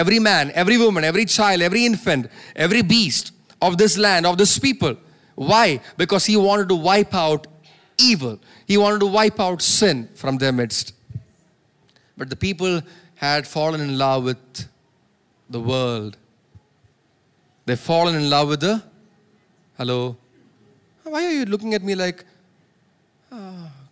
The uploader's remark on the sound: preached at Sunday Service on 20 August 2023 at Revelation Church